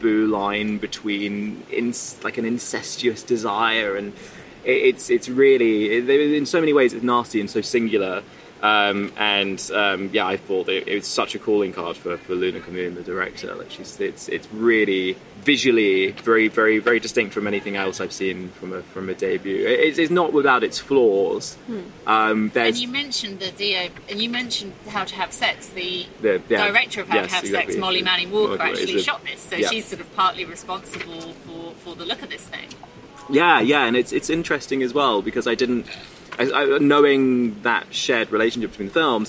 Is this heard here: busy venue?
yes